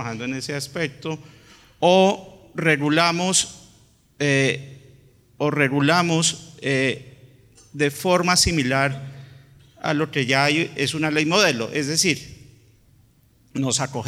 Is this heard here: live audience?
yes